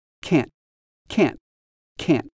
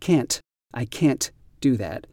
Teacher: It has a T at the end, but the T is not quite released. · Shown in: first take